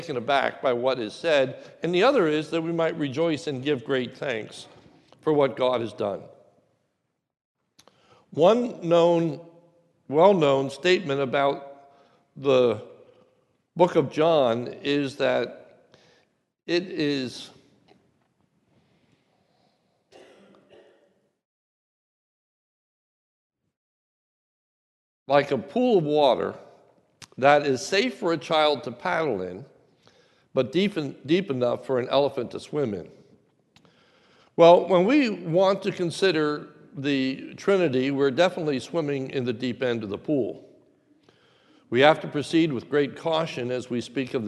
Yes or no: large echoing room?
yes